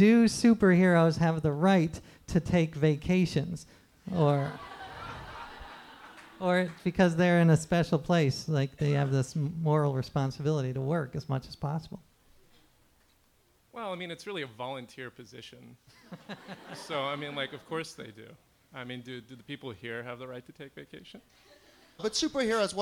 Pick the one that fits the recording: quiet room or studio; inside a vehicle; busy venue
busy venue